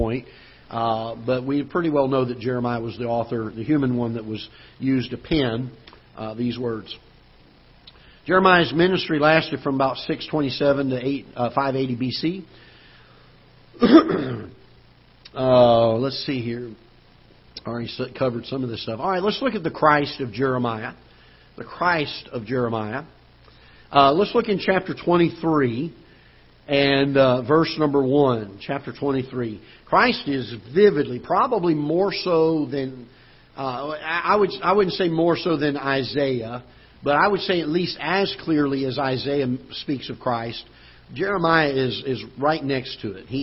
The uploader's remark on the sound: Ketha Heights Baptist Church ~ Live Broadcast.